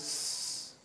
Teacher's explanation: the pluralizing sound is sss, like that. No vocalizing, no vibration of the vocal cords.